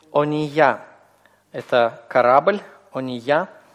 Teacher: Под первой буквой «алев» у нас «хатев камец», «хатев камец». То есть сверхкраткий гласный «о»